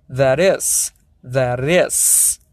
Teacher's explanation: The T also becomes like an R sound